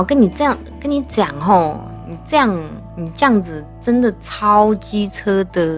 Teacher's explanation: 你把所有的那个翘舌音去掉就很台了